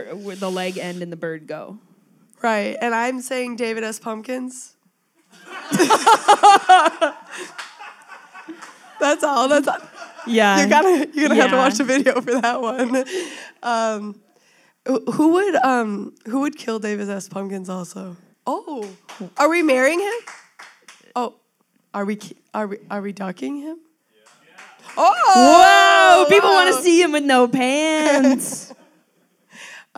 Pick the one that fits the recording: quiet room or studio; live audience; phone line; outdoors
live audience